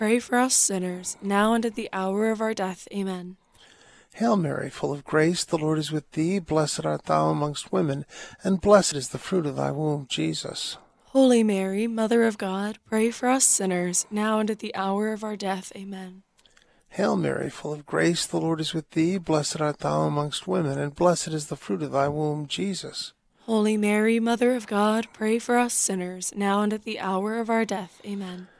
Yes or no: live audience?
no